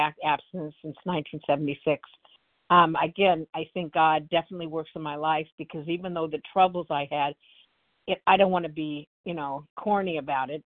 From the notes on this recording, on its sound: the 100 Pounders Phone Meeting, 12/12/23